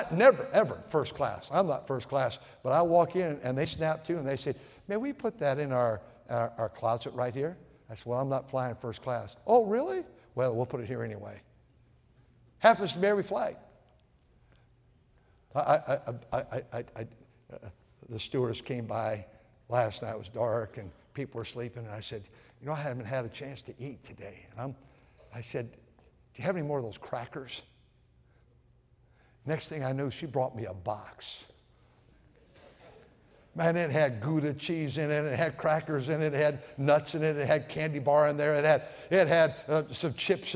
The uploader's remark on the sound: at North Valley Baptist Church in Santa Clara, California, during the Wednesday Evening service